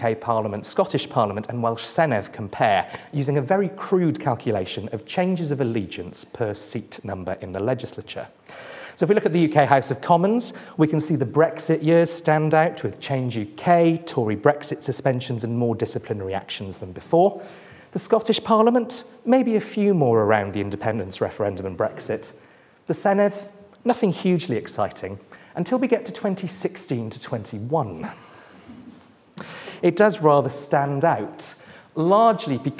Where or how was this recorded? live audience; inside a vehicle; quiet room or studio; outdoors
live audience